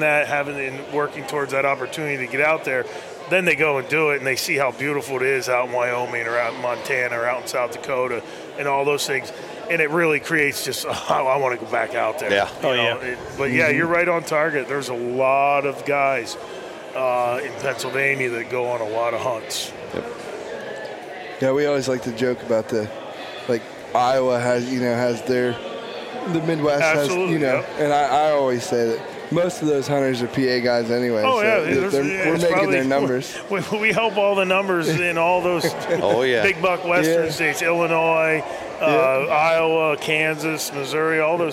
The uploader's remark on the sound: Live from the Great American Outdoor Show